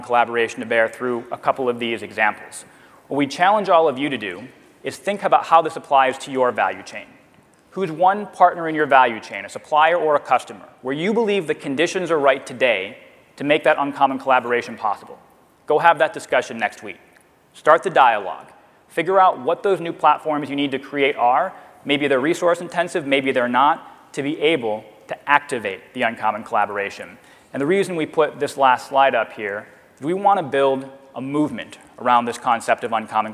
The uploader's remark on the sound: The best of live interviews from GreenBiz events.